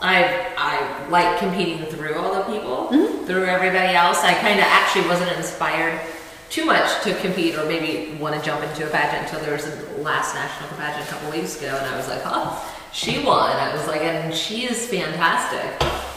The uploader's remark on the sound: Low quality audio